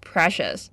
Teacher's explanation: the stress is on the first syllable, precious. Similar to the word valuable，指珍贵的、宝贵的。比如什么东西是珍贵的呢？Time is precious.